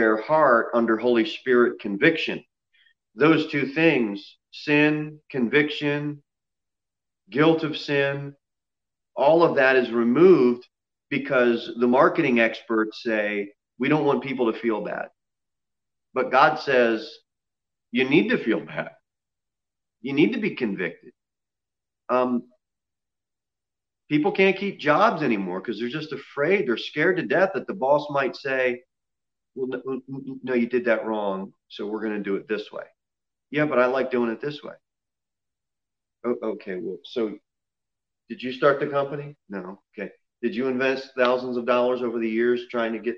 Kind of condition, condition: setting, large echoing room